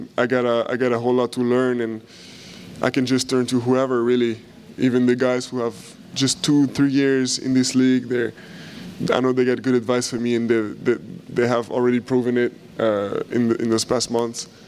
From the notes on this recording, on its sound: We're live from NBA Media Day!